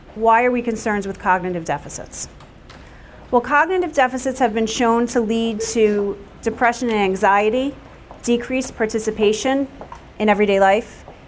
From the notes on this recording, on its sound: Welcome to the 2019 Brain Injury Conference. At the Kessler Institute for Rehabilitation, Chester Campus, Chester, New Jersey.